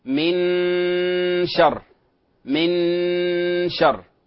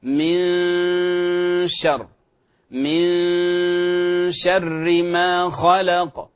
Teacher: والبعض يضغط على النون كأنها إظهار، فخطأ أن نقول من شر من شر، فتحضر مخرج الشين وأنت تأتي بغنة أو صفة الغنة للنون · Shown in: second take · من شر من شر ما خلق، وترقق الراء في حال الوصل، ترقق الراء في حال الوصل، فلا تقول من شر شر، خطأ، هذا تفخيم، من شر ما خلق، وهكذا. · Term: إخفاء